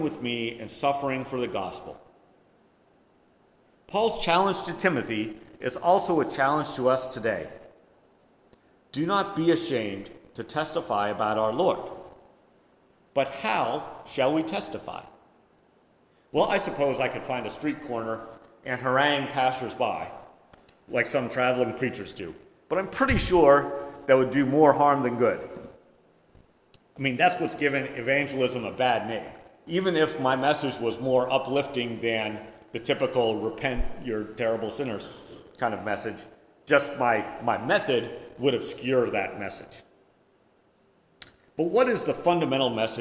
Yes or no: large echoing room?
yes